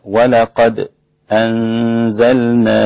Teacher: سكت الإمام حمزة على الدال الساكن قبل الهمز